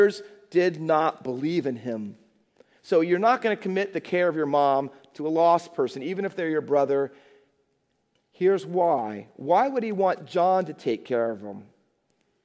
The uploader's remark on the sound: Faith Baptist Church in Hamilton, NJ.